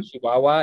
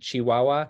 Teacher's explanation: one of the things that you hear from a Chihuahuan accent is like instead of a ch, for the CH, it's more of a sh sound · Shown in: first take